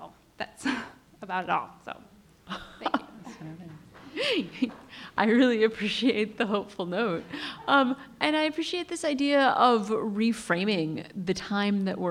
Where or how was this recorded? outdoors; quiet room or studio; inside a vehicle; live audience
live audience